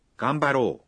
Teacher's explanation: mặc dù thêm ư nhưng phát âm là ganbaro, tức là âm o được kéo dài một nhịp